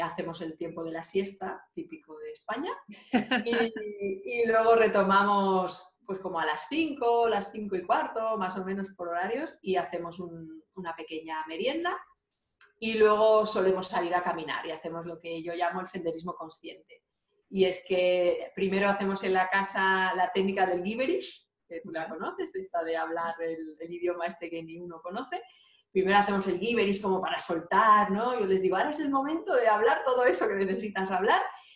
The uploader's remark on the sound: Zoom Session.